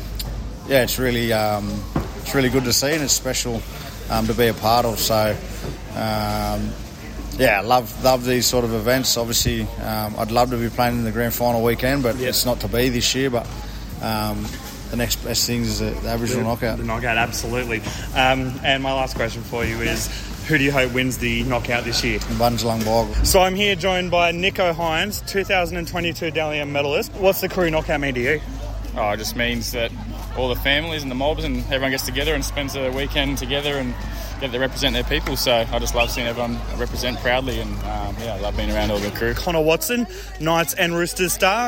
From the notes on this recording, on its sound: we went on location to the 2023 Koori Knockout